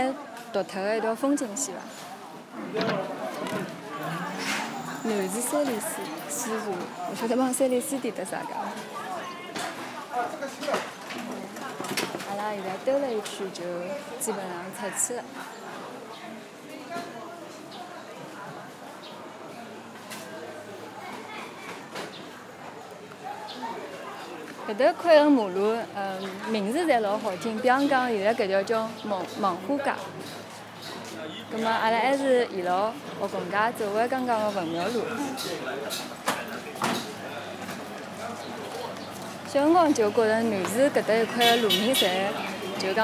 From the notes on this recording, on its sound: This track was recorded in the Wenmiao area of Shanghai. The stories are recorded in the location where they occurred not only to help the storytellers recall their memories, but also to provide a complementary backdrop for their not so distant past.